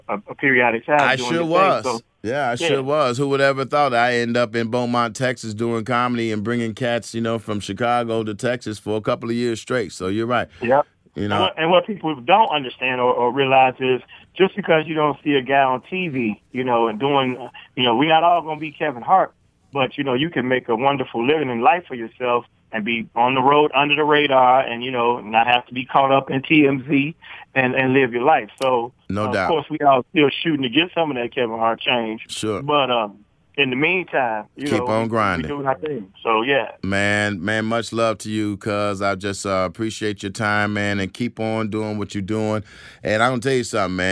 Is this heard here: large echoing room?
no